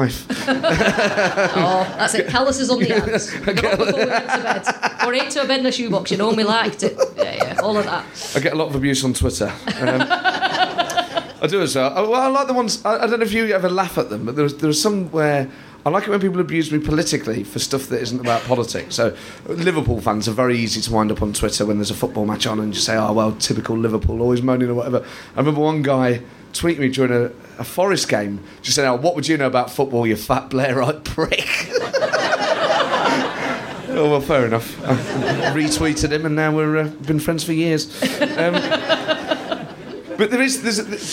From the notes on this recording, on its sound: In a show recorded live at the Edinburgh Festival 2015.